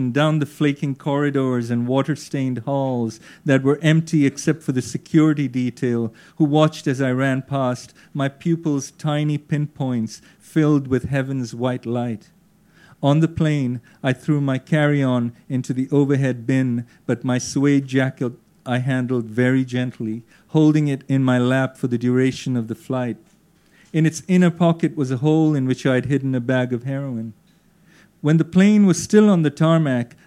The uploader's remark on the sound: Recorded at the Faber Social on 2 July 2012, at The Social in London.